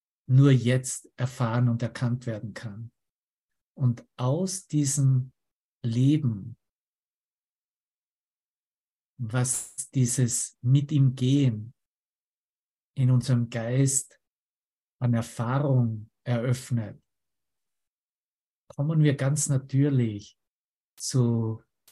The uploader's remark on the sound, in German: Zoom-Session. Veranstaltet von der Aleph Akademie.